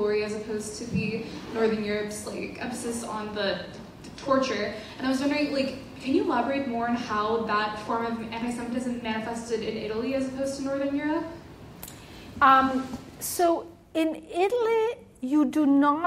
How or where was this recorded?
live audience